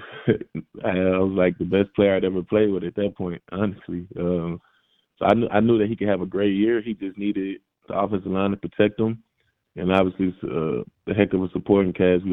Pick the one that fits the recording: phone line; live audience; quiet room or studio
phone line